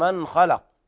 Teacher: إظهار حلقي لوقوع الخاء بعد النون الساكنة